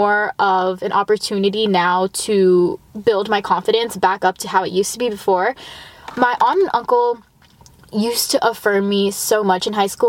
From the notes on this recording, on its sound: I understand the sound quality might not be as ~crisp~ as ur favorite podcasters but we are working on a budget okayy. Oh yeah, and im also IN MY CAR.